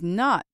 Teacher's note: you just heard me add stress to the word not to help make that message clear. When we talk about stress in spoken language, we are talking about saying something louder and holding the sound a little longer.